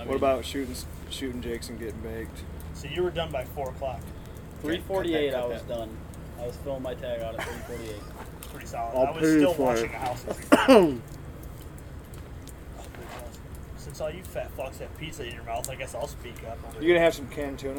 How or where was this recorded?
outdoors